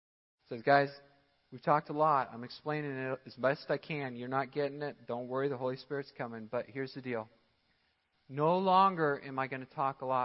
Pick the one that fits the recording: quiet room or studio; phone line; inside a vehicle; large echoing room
large echoing room